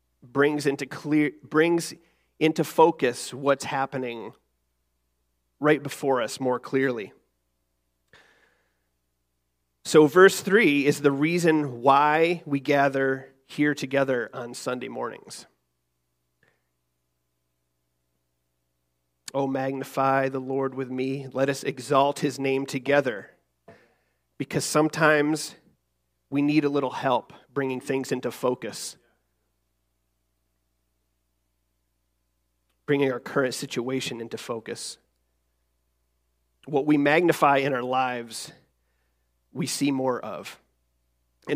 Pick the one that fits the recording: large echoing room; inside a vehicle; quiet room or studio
large echoing room